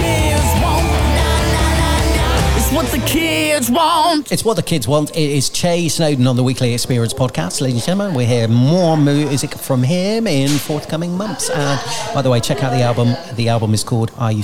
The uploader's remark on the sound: recording from Cantine on Fleet's high street.